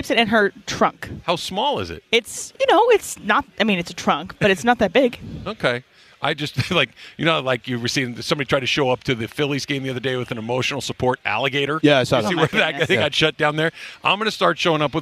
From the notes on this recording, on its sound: LIVE from LAKERS Media Day in EL Segundo!